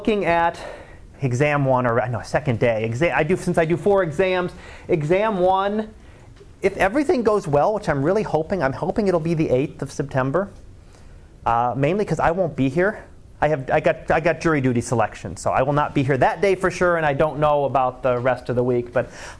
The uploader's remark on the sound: Live Class Lecture